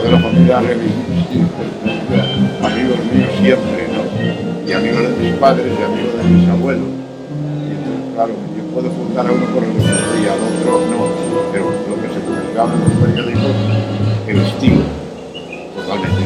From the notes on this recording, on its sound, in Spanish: Mirada con libro en un jardín con mucho ruido.